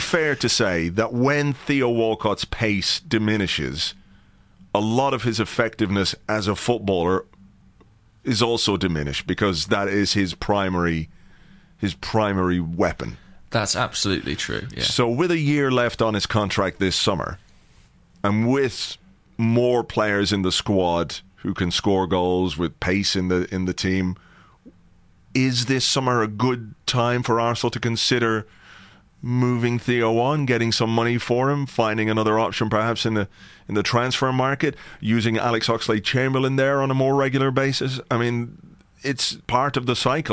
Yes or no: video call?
no